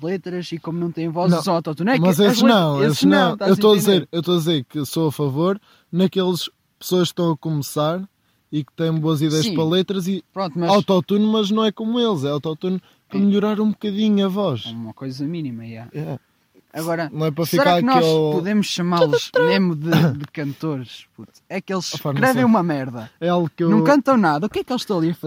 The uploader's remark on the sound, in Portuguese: gravado no meio da serra ao pôr do sol